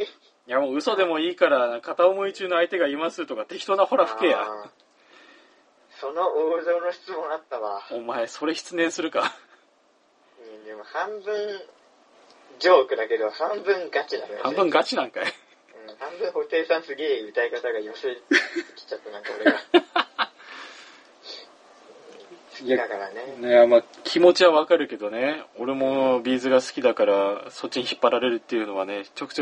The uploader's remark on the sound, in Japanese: 電話ならでわの音質を利用しようという目論見です